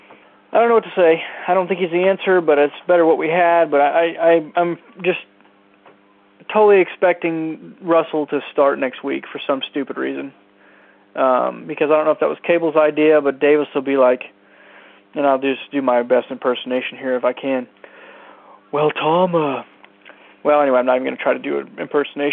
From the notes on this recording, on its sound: Raider Nation “Boneline” Call-in Segment.